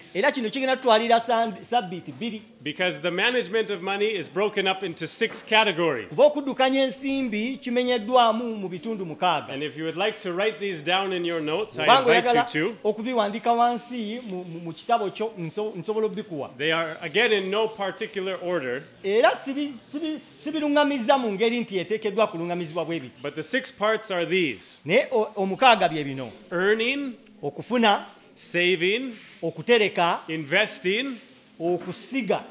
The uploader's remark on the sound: With Luganda Translation. At Lubumba Community Church on Sunday February 18, 2024.